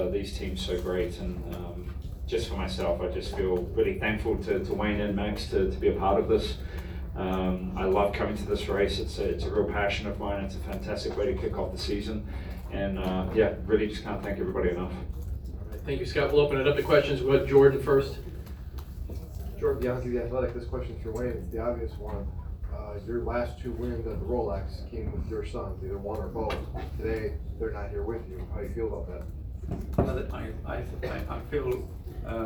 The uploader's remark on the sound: Live from Daytona